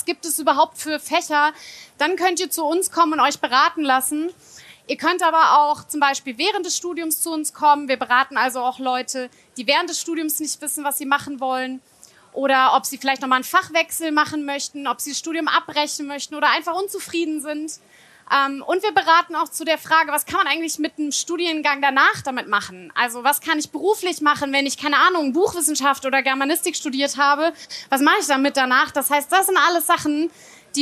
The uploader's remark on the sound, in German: LIVE in Mainz. In dieser LIVE-Aufzeichung vom Tag der offenen Uni in Mainz. Zentrum für audiovisuelle Produktion , Johannes Gutenberg-Universität Mainz.